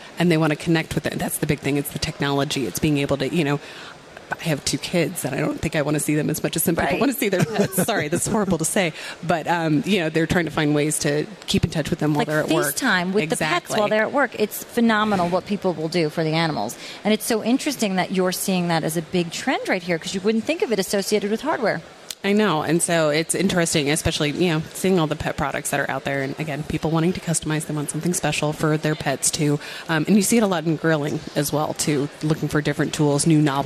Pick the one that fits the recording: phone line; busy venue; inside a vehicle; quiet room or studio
busy venue